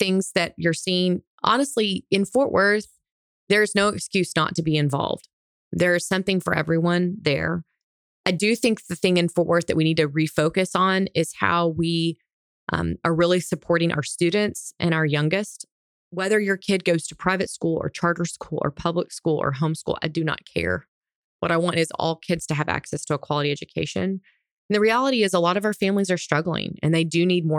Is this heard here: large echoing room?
no